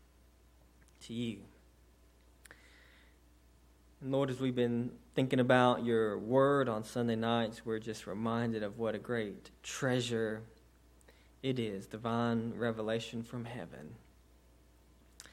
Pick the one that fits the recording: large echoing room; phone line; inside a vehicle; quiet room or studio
large echoing room